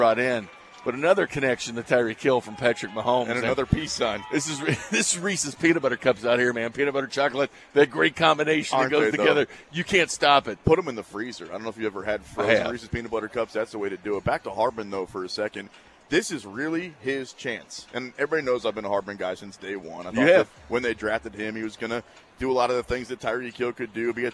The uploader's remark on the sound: Kansas City Training Camp. LIVE at Chiefs training camp in St.